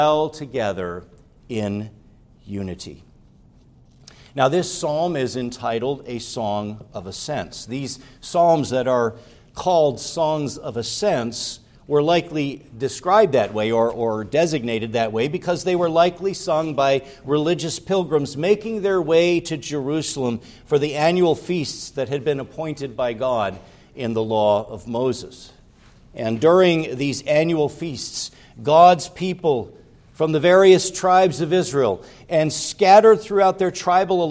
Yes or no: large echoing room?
yes